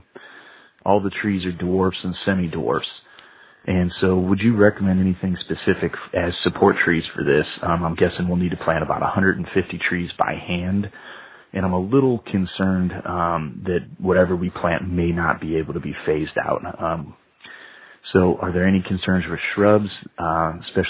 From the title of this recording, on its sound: Listener Calls